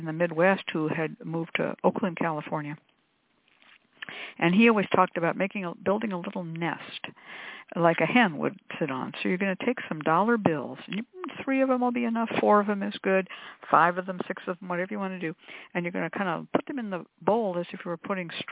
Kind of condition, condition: link, phone line